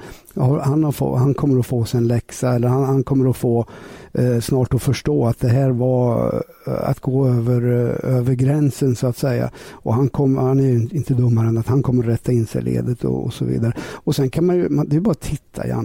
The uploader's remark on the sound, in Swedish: Vi når per telefon i Frankrike.